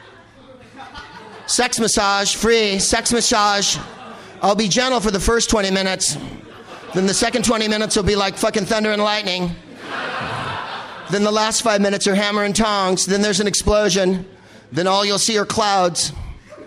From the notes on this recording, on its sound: Live from the Gilded Balloon in Edinburgh